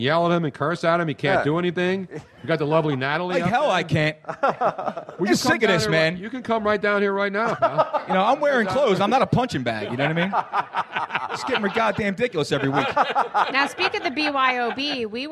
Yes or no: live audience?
yes